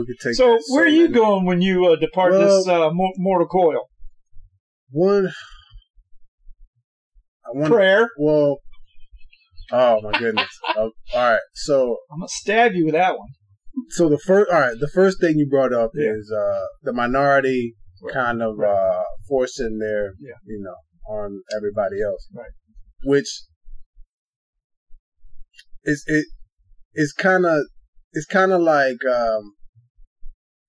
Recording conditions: poor sound quality